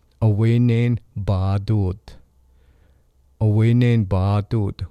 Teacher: The first vowel changed, and we dropped the N and put the D on the end.